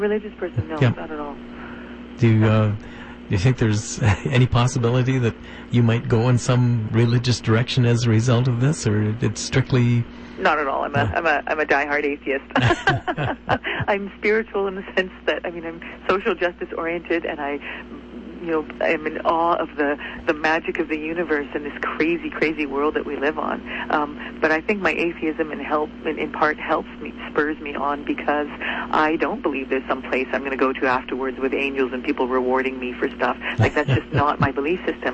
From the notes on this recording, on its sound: had a very special guest via phone